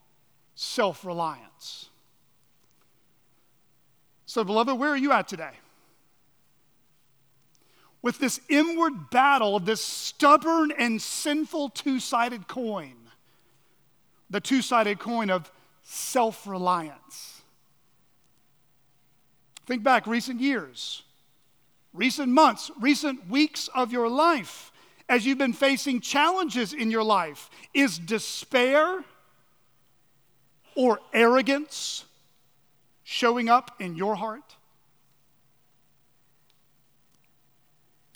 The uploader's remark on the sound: At Chaffee Crossing Baptist Church.